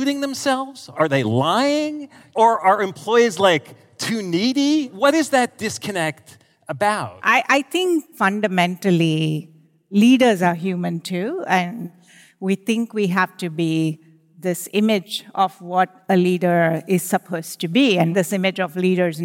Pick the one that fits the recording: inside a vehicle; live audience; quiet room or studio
live audience